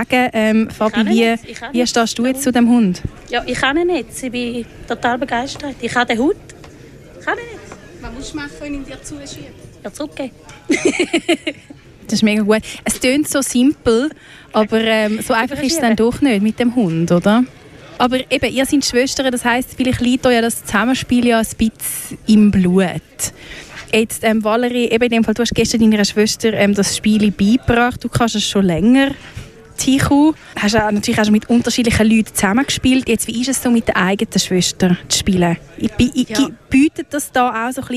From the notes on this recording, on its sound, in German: Bereits zum vierten Mal war das Kraftfeld in Winterthur Veranstaltungsort des legänderen Tichu-WM-EM-Olympiaden Turnier. Radio Stadtfilter war live vor Ort und kommentierte die spektakulären Spiele live und führte mit einigen Teams emotionale und sportliche Interviews.